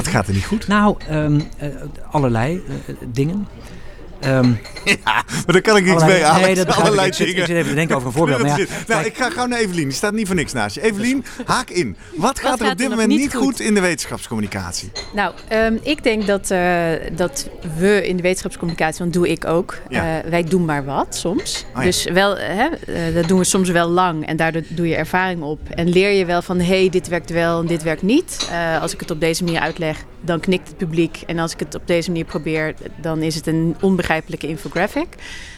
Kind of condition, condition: setting, busy venue